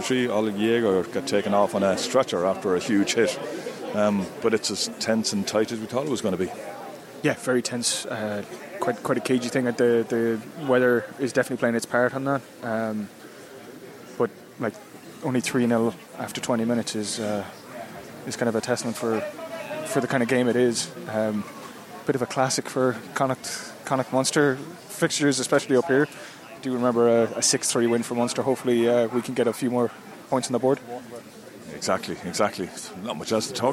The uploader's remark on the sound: in the post match press conference